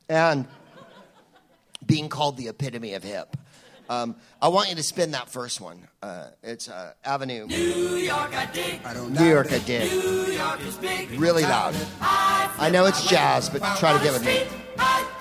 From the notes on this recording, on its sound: Live from the Bell House in Brooklyn